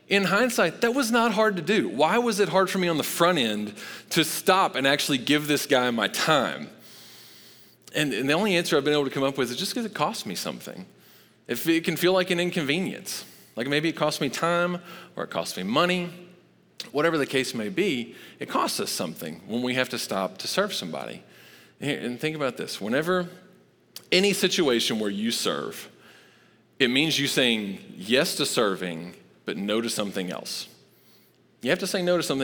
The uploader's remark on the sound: Recorded live at Long Hollow Church on November 1, 2022.